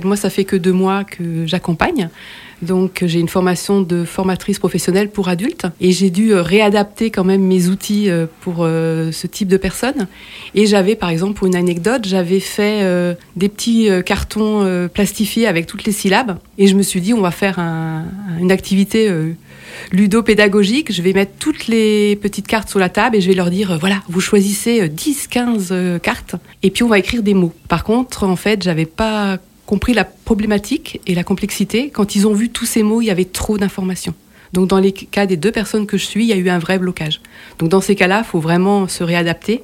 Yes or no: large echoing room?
no